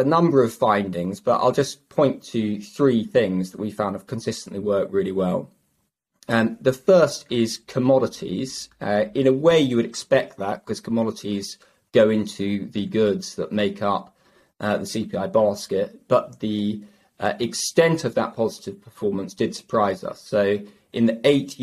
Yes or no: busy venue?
no